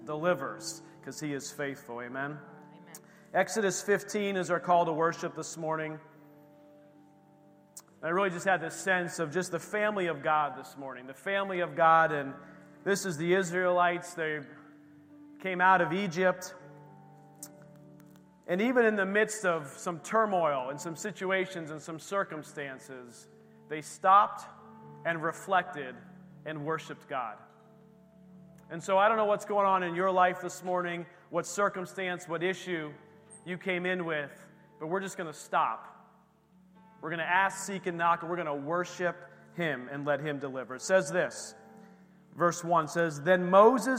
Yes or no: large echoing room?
yes